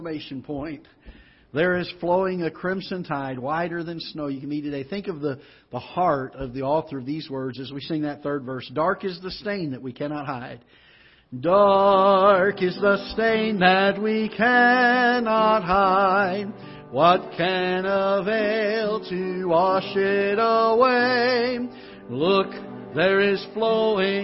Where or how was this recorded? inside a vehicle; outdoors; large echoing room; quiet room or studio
large echoing room